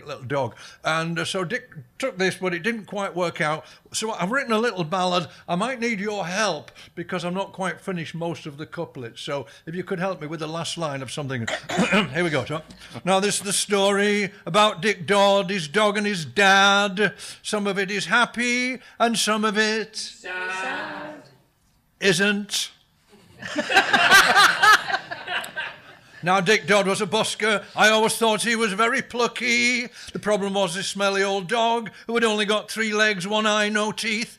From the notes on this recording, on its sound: A riotous and unpredictable comedy interview show recorded in front of a live audience in glorious Sheffield once every month! This months show is recorded at the Showroom Cinema In Sheffield.